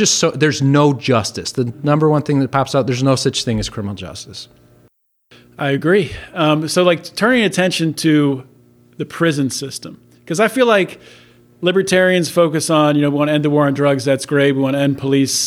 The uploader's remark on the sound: These interviews were recorded in-person at the Libertarian Party of Pennsylvania Convention in Philadelphia.